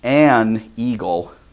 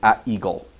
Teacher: We add the letter N onto the indefinite article on words that start with a vowel, when it precedes a word starting with a vowel, because in English, our ears don't like to hear that little breath stop that we have to make between A and a vowel beginning word · Shown in: second take · So we would say an eagle, but we will say a falcon.